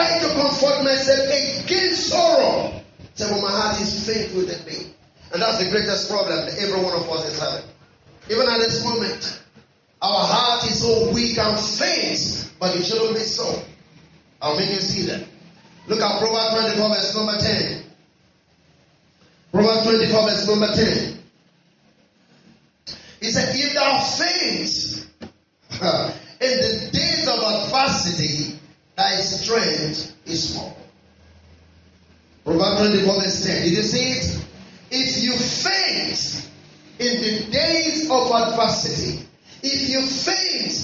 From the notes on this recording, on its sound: Our apologies on the audio quality